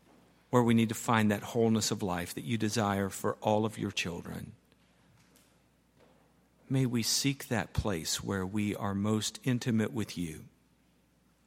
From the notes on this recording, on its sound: at Highland Baptist Church